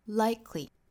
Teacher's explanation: 这个词的第一个音节要重读，后面的这个音节弱读